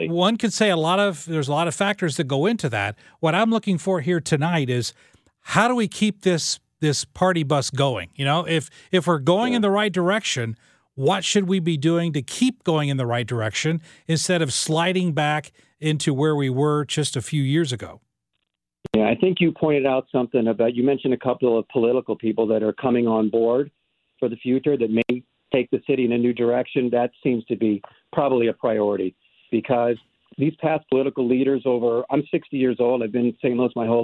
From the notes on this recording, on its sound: takes your calls